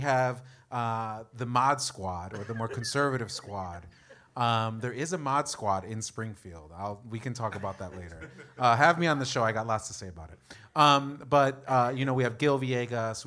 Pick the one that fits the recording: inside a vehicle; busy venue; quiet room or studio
busy venue